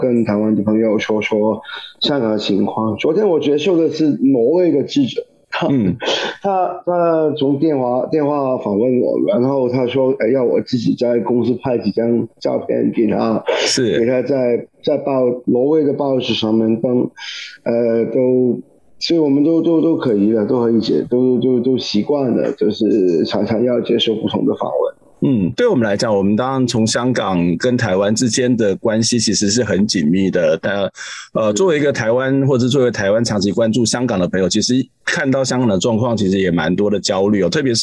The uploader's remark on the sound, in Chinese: 本集節目以線上訪談進行，音質會較不穩定，盡請見諒！